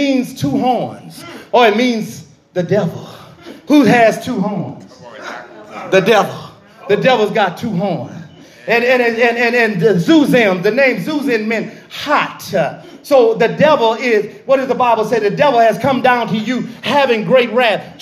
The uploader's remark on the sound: This message was recorded in the sanctuary of "True Vine Missionary Baptist Church in Hauhnville Louisiana where I am the pastor.